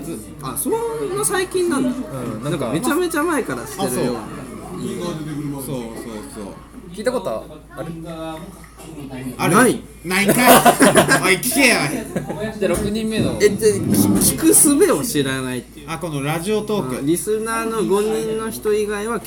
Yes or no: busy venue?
yes